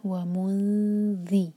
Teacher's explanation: نون کو چھپاتے ہوئے ذال کے لیے زبان تیار کریں گے · Term: اخفا